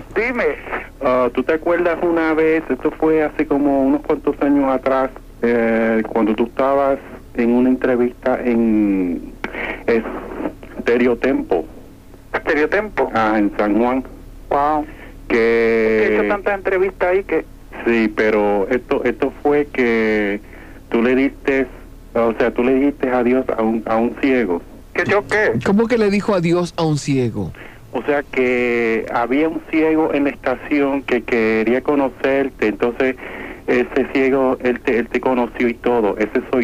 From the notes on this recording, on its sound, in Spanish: RADIO MIAMI 90s LLAMADAS DEL PUBLICO. CONTESTA LLAMADAS DEL PUBLICO.